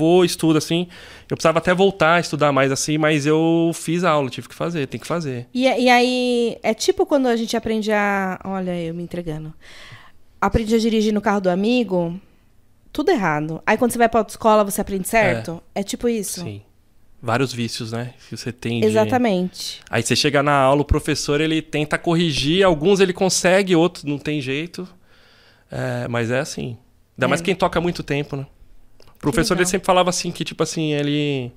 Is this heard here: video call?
no